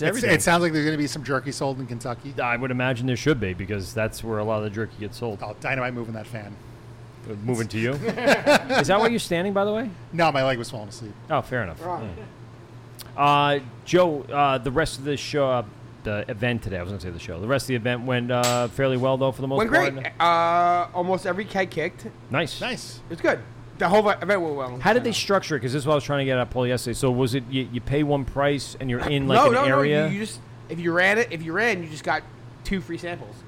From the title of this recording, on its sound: LIVE at 27A Brewery